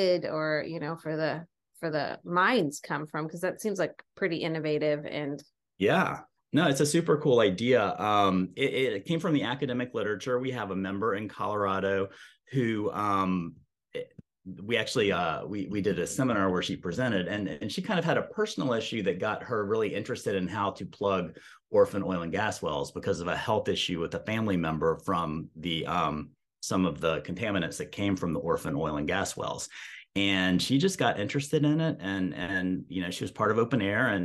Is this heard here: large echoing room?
no